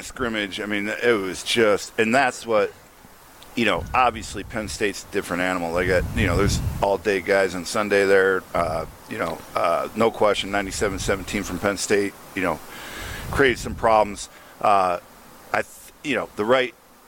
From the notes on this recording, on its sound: live from Metro Kia of Madison